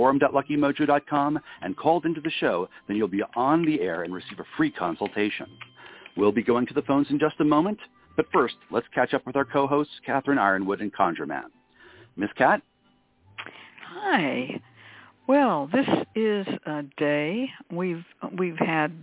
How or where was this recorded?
phone line